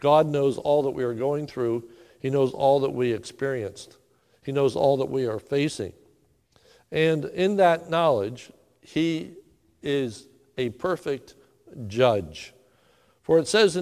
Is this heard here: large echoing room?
yes